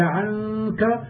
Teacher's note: فانتقل مخرجهما من اللسان إلى الخيشوم، لأنك إذا قلت عنك وأخفيت تجد اللسان لا يرتفع ولا عمل له، ولم يكن بين العين والكاف إلا غنة مجردة · Term: الإخفاء